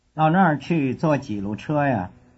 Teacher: after the word 车, the marker a is pronounced ya